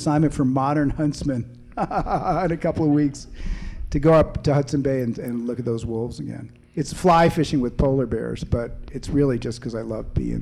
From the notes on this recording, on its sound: answers questions from the audience at the Boulder Bookstore on August 17